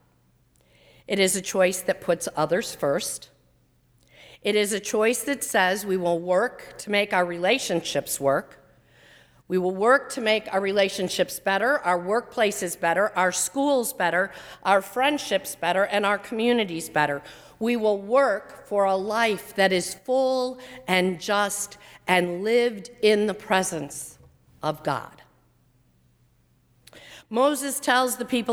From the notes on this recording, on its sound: during the 10:30 AM service on Sunday February 16, 2020, at First Presbyterian Church of Arlington Heights, Illinois